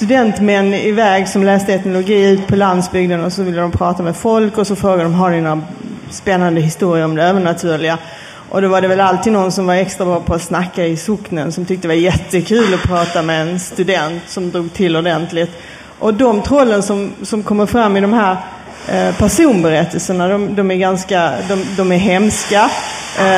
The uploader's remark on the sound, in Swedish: spelar in ett specialavsnitt inför publik